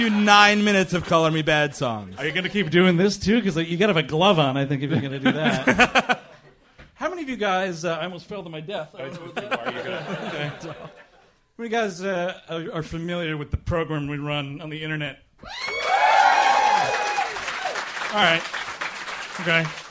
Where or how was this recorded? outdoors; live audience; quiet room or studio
live audience